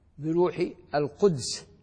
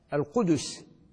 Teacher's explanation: القدس الدال فيه ساكنة ومضمومة في كلام العرب